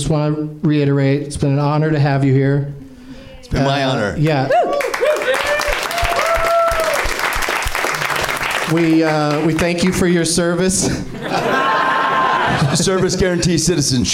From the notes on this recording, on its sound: Live from the NerdMelt Showroom in LA